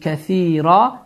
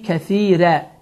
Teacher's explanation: bəzi ərəb qəbilələri bu hərfə ra yox, rə deyərək tələffüz edirlər